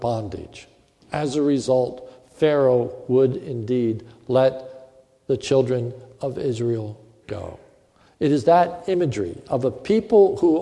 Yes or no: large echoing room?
yes